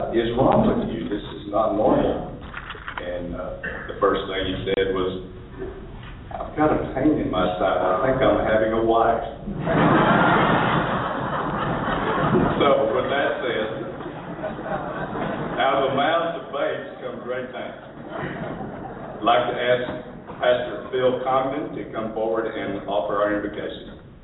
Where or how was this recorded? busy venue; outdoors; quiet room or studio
busy venue